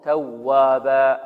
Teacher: توابا هذه فيها واو مشددة، واو مشددة، فلابد أن ننبر هذه الواو. توابا، الواو المشددة والياء المشددة من مواضع النبر، من مواضع النبر.